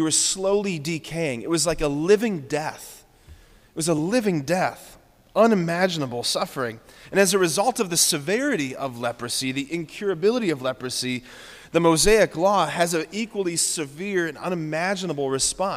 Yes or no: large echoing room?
yes